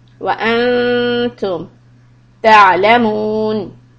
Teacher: Noon إخفاء. You'll hide the noon sound, stop for two harakat. Keep the tongue close to the makhraj of letter ta.